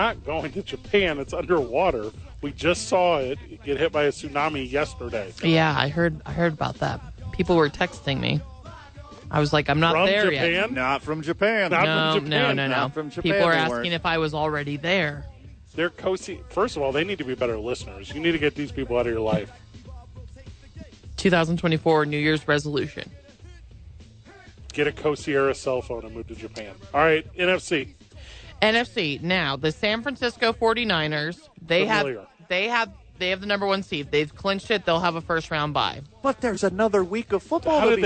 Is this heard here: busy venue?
yes